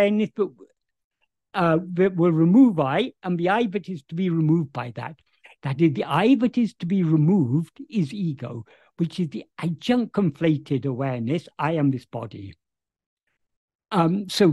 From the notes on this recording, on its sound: In a Zoom meeting with Sri Ramana Center, Houston, on 4th November 2023